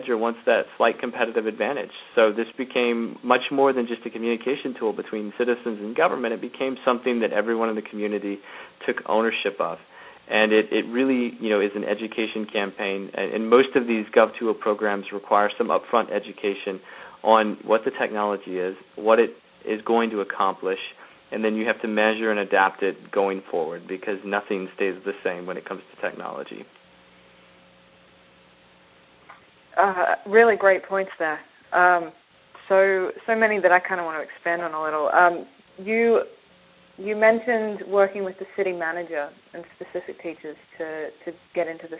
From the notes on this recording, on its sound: The Open Gov conference call series